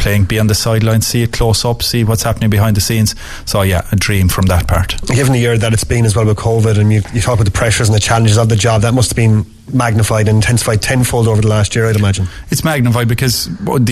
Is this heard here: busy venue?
yes